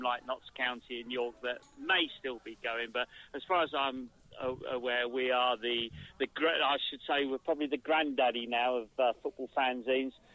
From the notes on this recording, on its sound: Four Blokes, Three Mics. In the studio whilst A Kick Up the R's fanzine editor. Joins them on the phone.